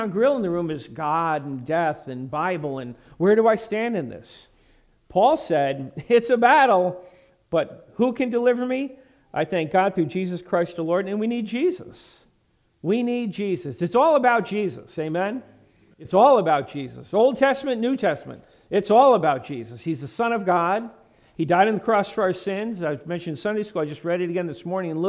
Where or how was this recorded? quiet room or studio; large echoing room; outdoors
large echoing room